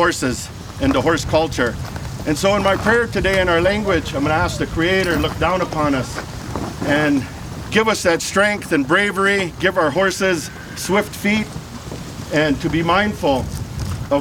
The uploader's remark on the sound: Riding with the Herd on Location at the Buffalo Round Up South Dakota. Recorded on-location, this audio adventure is designed to do more than just let you hear what it’s like to be there. Produced by Armchair Productions, the audio experts for the travel industry . Field recording and audio production.